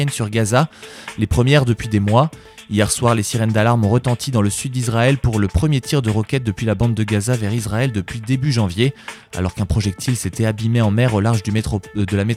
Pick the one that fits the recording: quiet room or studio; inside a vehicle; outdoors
quiet room or studio